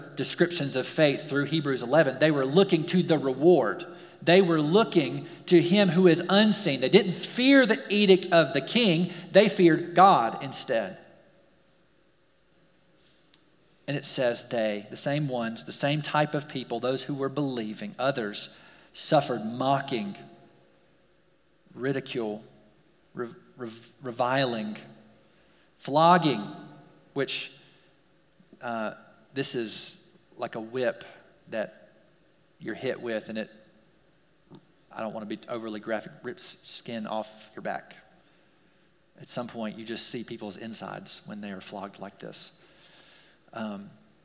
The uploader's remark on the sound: We're glad to share our service audio